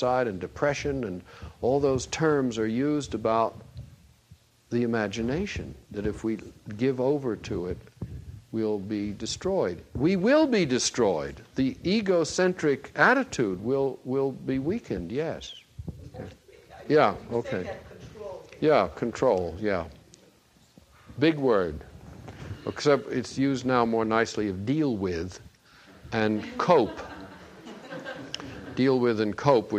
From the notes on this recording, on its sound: Recorded during a seminar weekend in Rowe, Massachusetts.